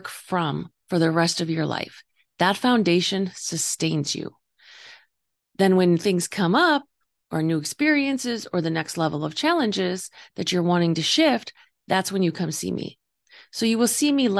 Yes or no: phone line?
no